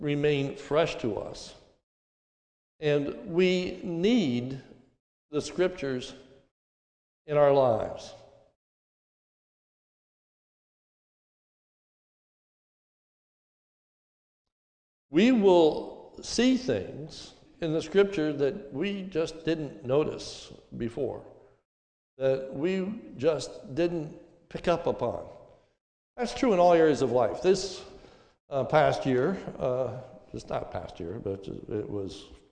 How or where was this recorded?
large echoing room